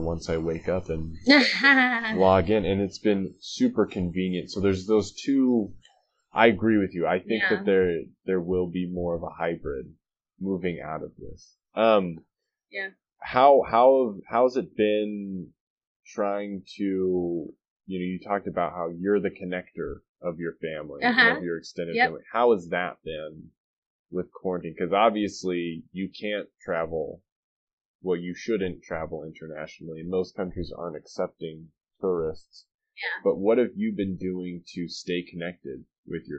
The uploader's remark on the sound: Sorry for the audio issues. I wasn't recording from the usual studio.